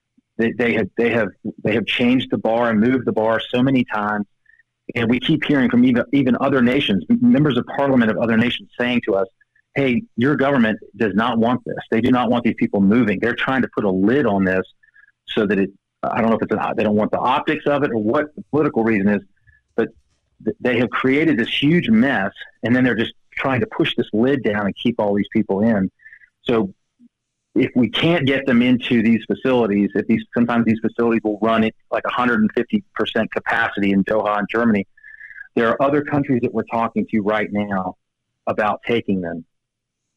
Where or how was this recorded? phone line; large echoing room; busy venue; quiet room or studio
phone line